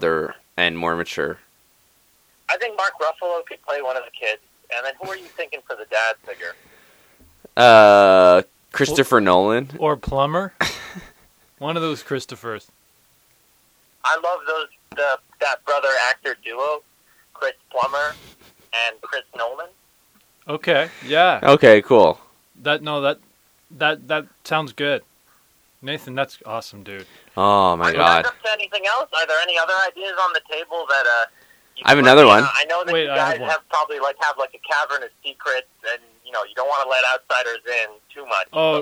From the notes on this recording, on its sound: Get on the phone.